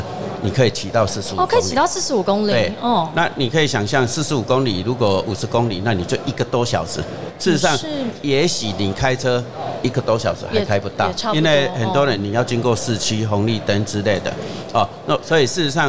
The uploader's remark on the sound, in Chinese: 2022 Taipei Cycle台北國際自行車展-Live Podcast